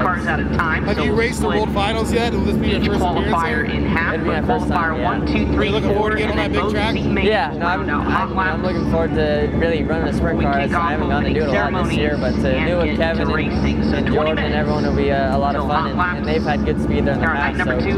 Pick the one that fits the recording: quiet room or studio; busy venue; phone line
busy venue